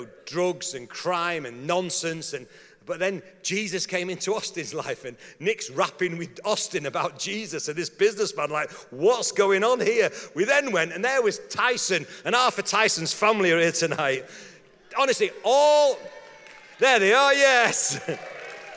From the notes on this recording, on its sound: talk from the Message 30 Years Conference